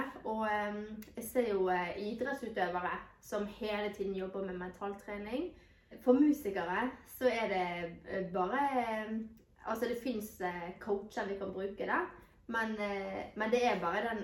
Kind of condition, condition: fault, poor sound quality